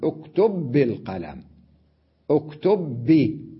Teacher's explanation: الباء الأولى ساكنة والثانية متحركة، نطقت بهما مدغمتين باللفظ، وإن كانتا باللفظ بالكتابة بالخط منفصلتين.